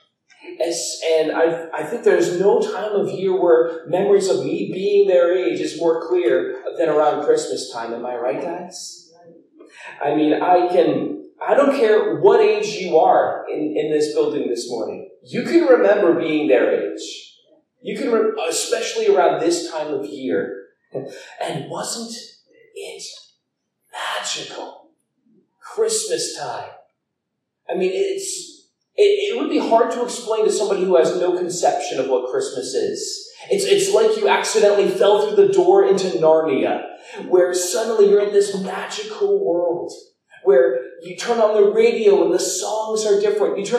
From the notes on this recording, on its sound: Due to a technical error the audio was recorded through the camera itself and not our soundboard, resulting in a lower quality audio than we prefer to put out.